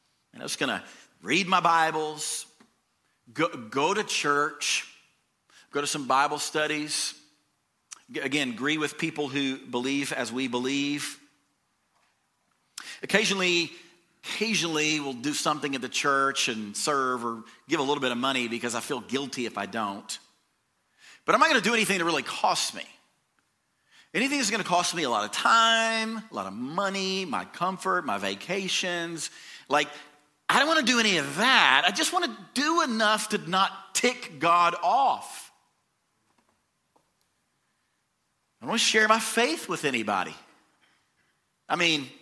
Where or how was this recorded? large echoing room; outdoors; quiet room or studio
large echoing room